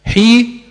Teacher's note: الياء ساكنة وقبلها حرف الحاء مكسور، حكم الياء حرف مد